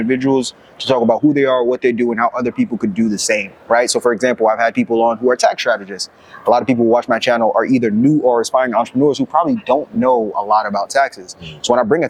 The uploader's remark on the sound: the first of 3 interviews recorded during investfest Weekend